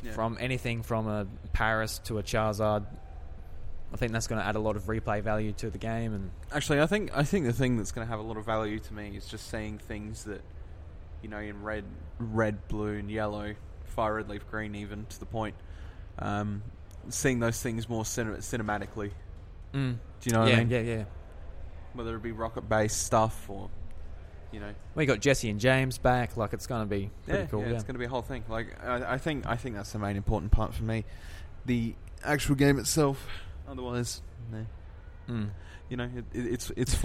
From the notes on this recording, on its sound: live from PAX sitting uncomfortably in a quiet corner in the foyer